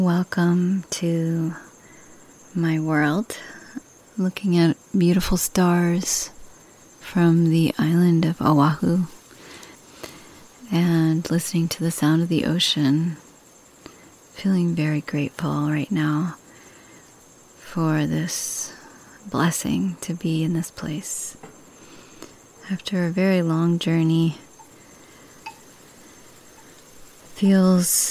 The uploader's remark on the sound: Having moved to Oahu, I recorded this message of gratitude under the stars.